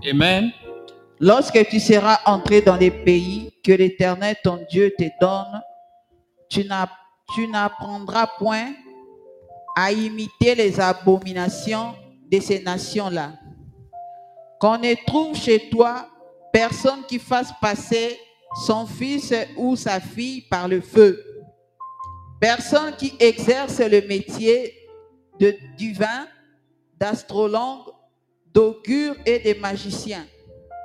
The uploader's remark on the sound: Sunday Live Service - Service en direct du Dimanche.